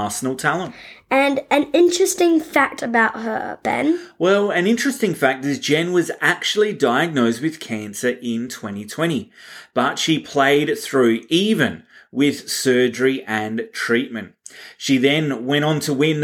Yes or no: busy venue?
no